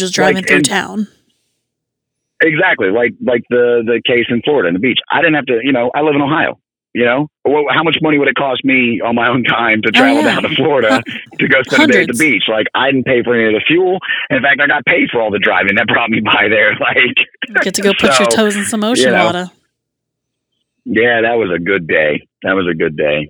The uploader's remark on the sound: calls in from the road